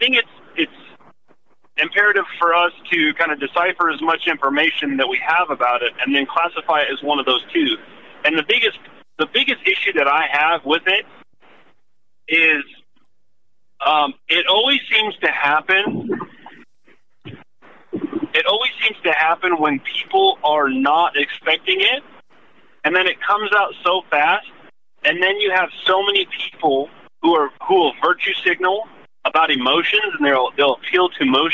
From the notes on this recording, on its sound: Thank you all who called in!